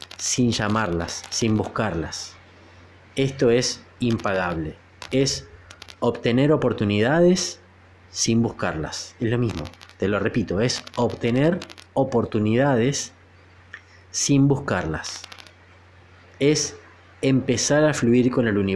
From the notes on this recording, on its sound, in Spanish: Perdón por la interferencia que sale en el audio, que no sé de dónde